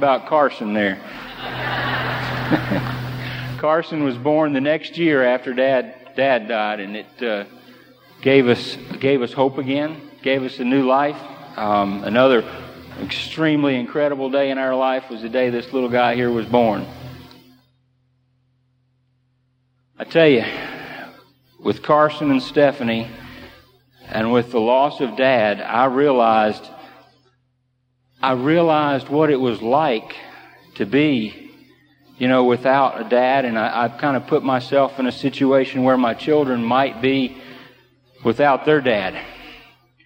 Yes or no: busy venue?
yes